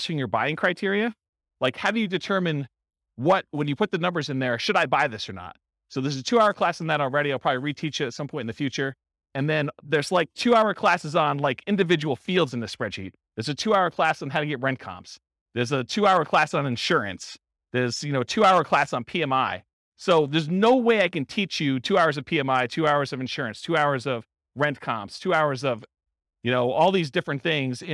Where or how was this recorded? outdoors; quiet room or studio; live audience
live audience